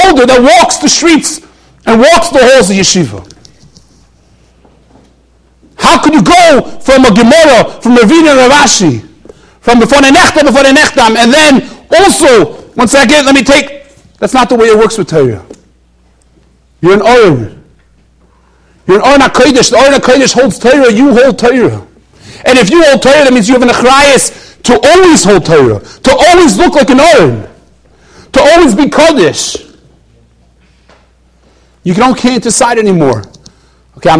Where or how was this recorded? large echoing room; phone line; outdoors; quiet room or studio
large echoing room